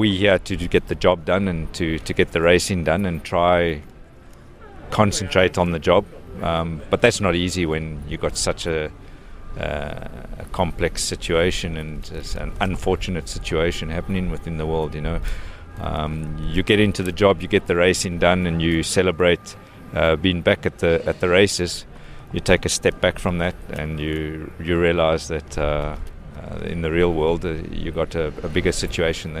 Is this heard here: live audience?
no